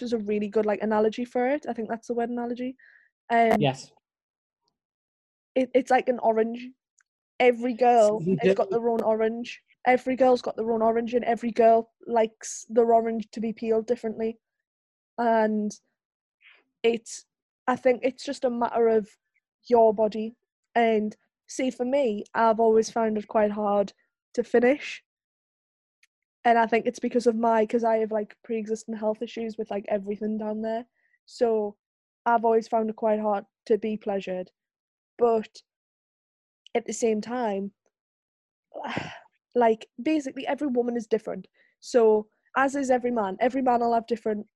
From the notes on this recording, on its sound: take to Zoom again